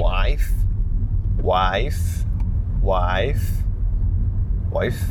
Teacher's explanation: I think the vowel sound, she definitely elongates them a lot longer than maybe what I'm used to. Wife, it's that I, it's such a long sound in comparison to when I think of, if I say the word wife, it's that much more time, like there's so much more time spent on that sound.